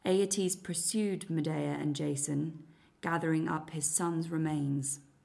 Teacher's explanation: A little bit of T touching at the end of words rather than full articulation, and the sound can be a little bit flat with just the odd upward intonation pattern · Term: RP frame